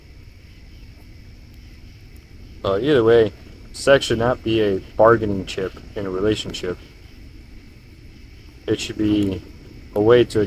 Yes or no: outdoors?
yes